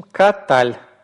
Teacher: Ударение и так на последний падает слог